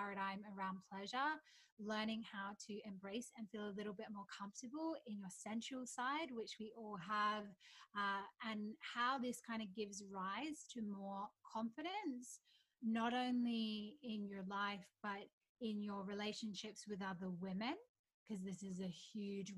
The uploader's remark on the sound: Note: The sound quality is not to usual standards as I experiment with a new recording platform!